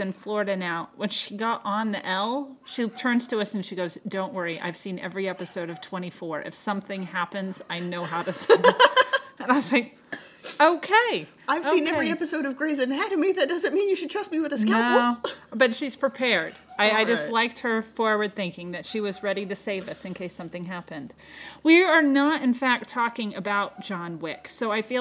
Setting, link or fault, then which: fault, sounds in the background